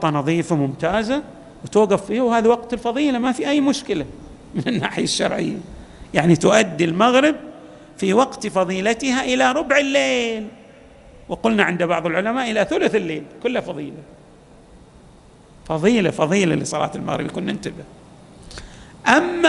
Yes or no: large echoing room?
yes